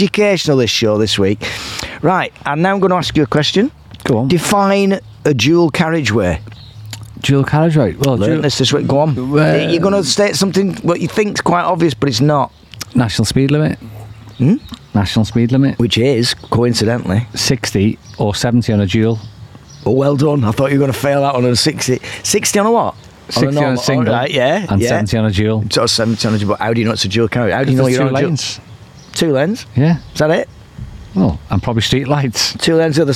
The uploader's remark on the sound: recorded outside in the scorching heat.